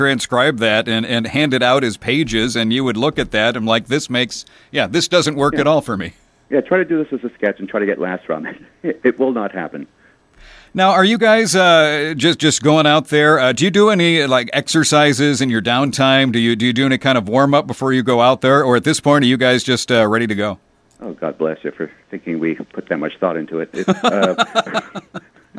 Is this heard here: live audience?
no